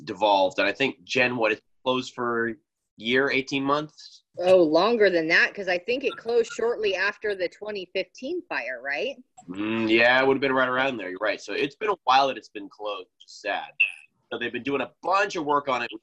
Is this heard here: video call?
yes